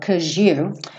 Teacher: Às vezes esse 'cause seguido de you soa como um J.